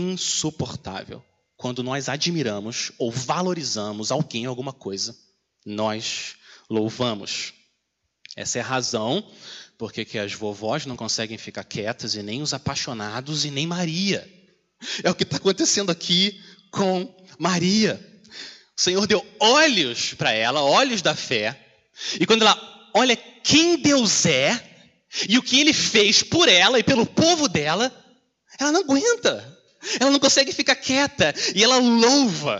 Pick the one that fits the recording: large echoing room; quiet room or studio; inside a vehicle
large echoing room